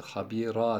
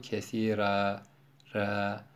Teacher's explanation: ra'ları terkik ile okuyor. Terkik, yani ince okuyor. · Shown in: second take · Mesela habiran yazıyor, biz orada duracağız, habira diye.